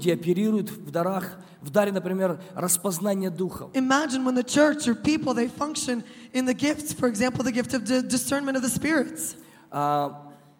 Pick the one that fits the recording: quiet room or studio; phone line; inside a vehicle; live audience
live audience